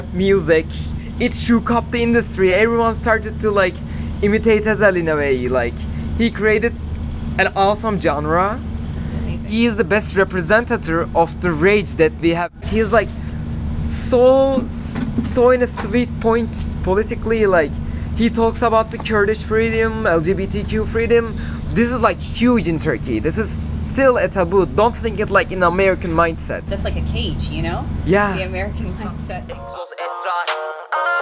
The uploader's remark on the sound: Daydream in Istanbul. X ATOLYE Tattoo & Art Gallery. The rooftop with give you some of the best sights and sounds of the Karakoy neighborhood.